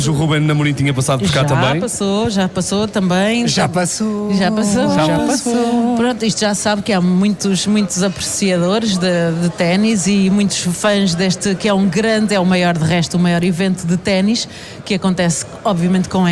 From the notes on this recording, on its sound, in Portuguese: Fomos até à zona VIP. O Wi-Fi da RFM é feito ao vivo, a partir do Slice Lounge, durante 3 noites.